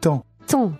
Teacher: There's a nasal vowel. That means you say the last sound in your nose.